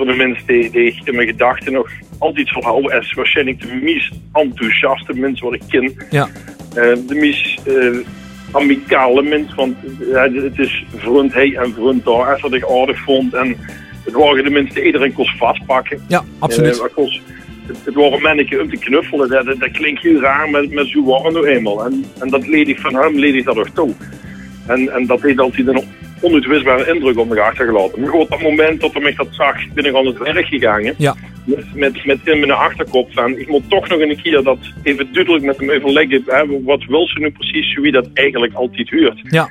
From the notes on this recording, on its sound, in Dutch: telefonisch interview